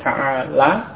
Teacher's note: untuk yang mudzakkar ya, mufrad ta'ala, lamnya pendek ya